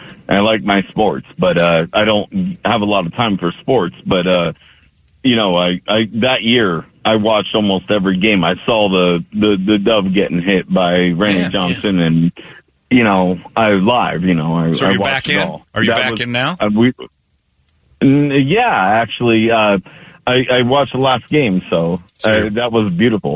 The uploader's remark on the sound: Cubs And DBacks Fans Calling.